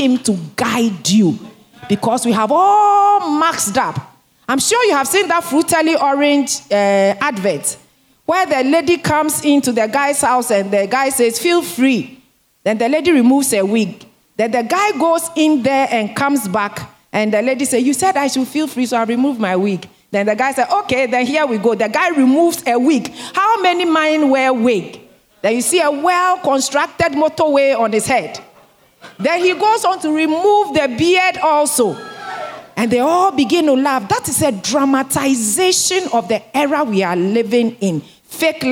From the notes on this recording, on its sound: Sermon preached at CBC Shiashie Campus